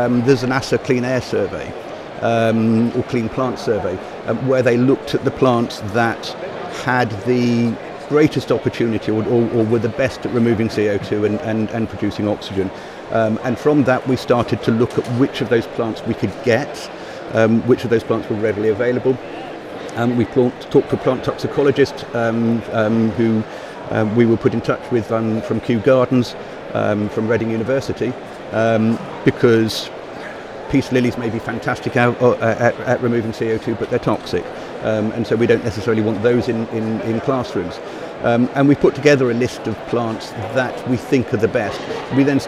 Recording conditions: busy venue